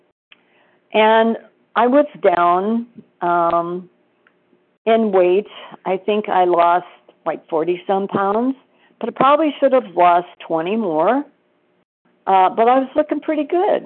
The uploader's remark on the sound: 100 Pounders Phone Meeting